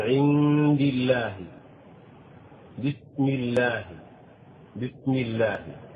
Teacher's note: في غير حالتي الفتح والضم فإن اللام ترقق أو ترقق اللام، مثل الكسر من عند الله، بسم الله، بسم الله.